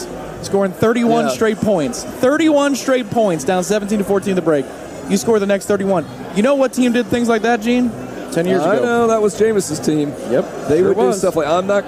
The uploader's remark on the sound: The Warchant Gameday postgame call-in show is LIVE from Hooch in downtown Orlando